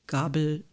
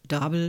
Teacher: Gabel, Dabel zum Beispiel, die Vorverlagerung von G zu D